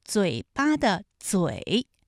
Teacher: 答案就是嘴巴的嘴，它的平舌声母是 z · Term: 平舌音